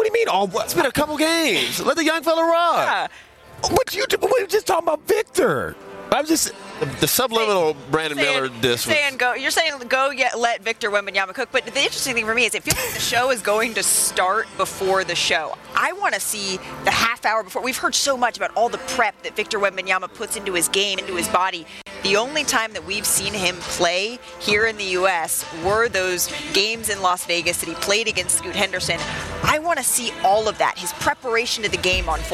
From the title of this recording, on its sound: Live from Vegas Summer League